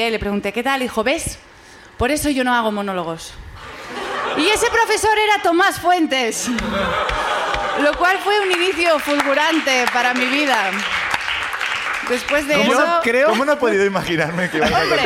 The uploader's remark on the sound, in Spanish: El público también sube a contarnos.